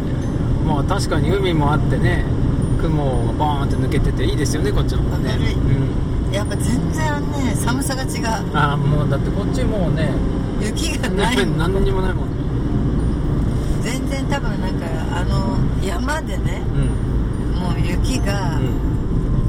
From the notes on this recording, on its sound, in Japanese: 三陸沿岸道路より。今週は初めて車の中で録ってみました。けっこうエンジン音がうるさいね・・うちのエブリイががんばってる音もお楽しみください。